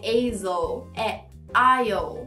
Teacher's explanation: Esse é bem confuso porque ele começa com A, dá vontade de falar A, e tem o S que é mudo, mas se diz aisle. Você não faz nem o som A e nem o S. · Term: S mudo